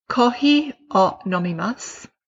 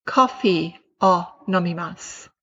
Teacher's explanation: So the Japanese F sounds a lot more like blowing out a candle. And the English F puts the bottom lip underneath the teeth and has quite a strong fricative sound. Yeah. So that just tunes students to that detail of how to pronounce the F sound for Japanese.